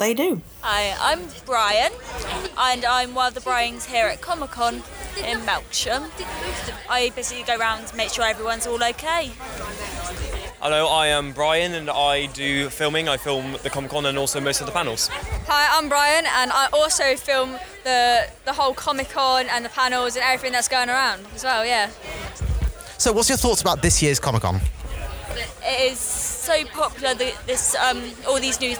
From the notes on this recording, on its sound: We head on the road to Melksham Comic Con 2015 and chat with the organisers, attendees and Brians at the event. Took Bee Mic round Melksham Comic Con to interview organisers, volunteers.